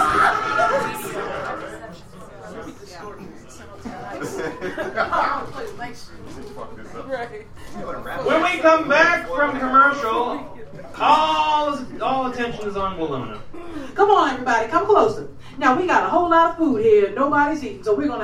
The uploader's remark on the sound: Sound effects, transition music and other comedic/editorial sound choices are developed and triggered during the performance. We perform the whole thing (comedians, actors, improvisers and me) for a live audience.